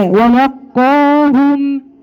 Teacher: رققي اللام معاكي ما تقوليش ولا